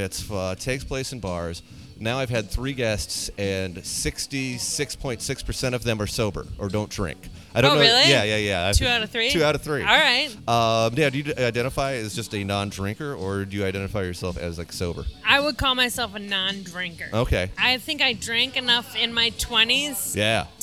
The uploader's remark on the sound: We hide in a corner of Otter's Saloon.